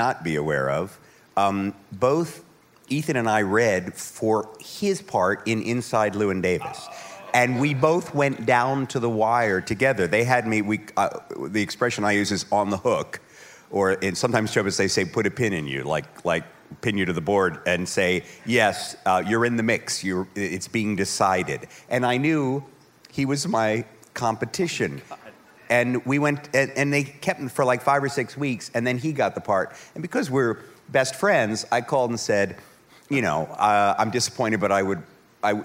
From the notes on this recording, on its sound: This week we have another episode recorded from Star Trek: The Cruise.